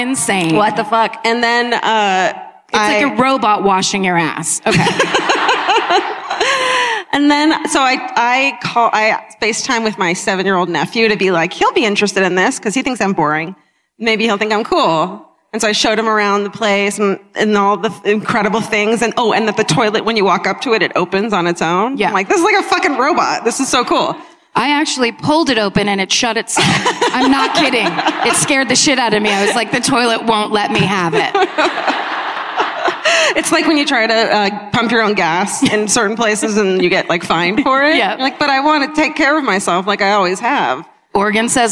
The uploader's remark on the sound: Live at the Red Rock Ballroom in Las Vegas